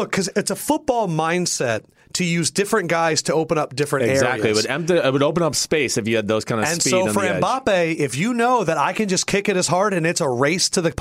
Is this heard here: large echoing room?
no